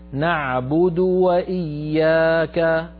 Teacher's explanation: وهذه الواو تظلم بسبب أن قبلها ضمتين، فالشفتان لا تنضمان كما ينبغي عندها